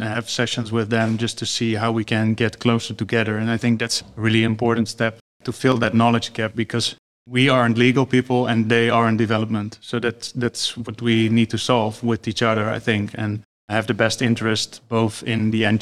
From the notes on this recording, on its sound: This episode was recorded live at the Digital Analytics Summit. In Amsterdam.